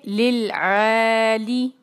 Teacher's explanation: لام پہ ہے کسرا ایک حرکا، آواز باریک کریں گے، لل علی، میم پہ کسرا اس کے بعد یا ساکن